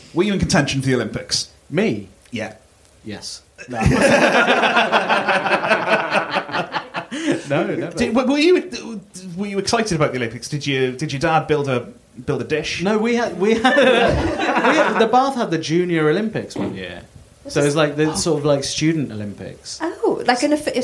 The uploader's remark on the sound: Our very first live edition of the podcast - recorded at the 2022 Machynlleth Comedy Festival. In front of an audience.